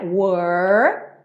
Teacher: Mas lembra que é o R da porta com a perna esquerda, tá? O R da língua enrolada. Were, e depois encaixa o L lá no céu da boca.